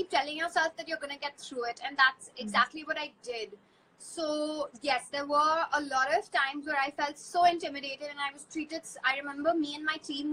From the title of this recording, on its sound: Instagram Live